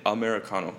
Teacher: 앞에 음절 우리 거의 발음 안 해요.